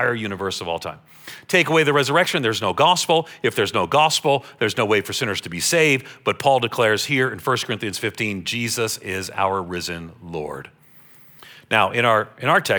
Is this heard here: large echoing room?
yes